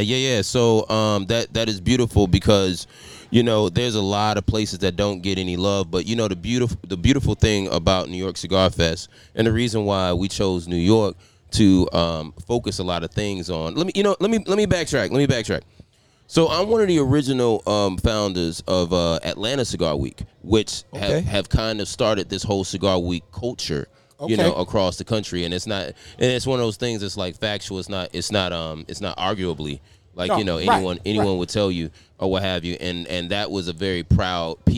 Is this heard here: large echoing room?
no